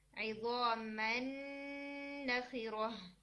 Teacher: तो जो पहला वाला नून है उसने क्या किया, उसने अपना मखरज भी छोड़ दिया और अपनी सिफात भी छोड़ दिए। आप उसके ऊपर क्रॉस लगा दें, वो नहीं पढ़ा जा रहा।